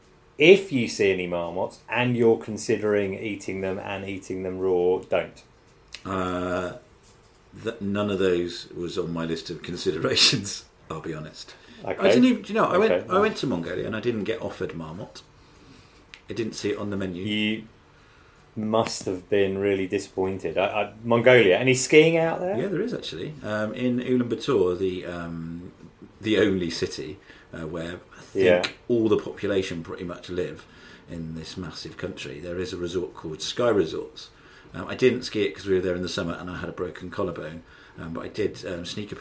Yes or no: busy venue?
no